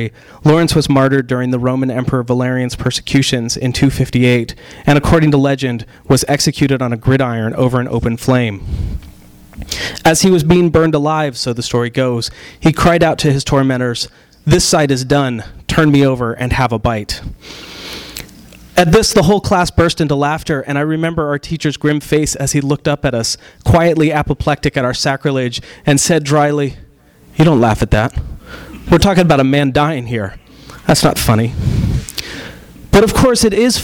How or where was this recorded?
live audience